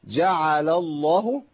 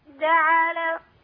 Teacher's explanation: يبقى مبين حركة العين لأن عندي حركات متتالية متماثلة، فمن السهل تسكين أو إسكان حرف من الحروف الثلاث المتحركة بنفس الحركة، فأقول إيه جعل الله ما تنفع، هي إيه جعل الله.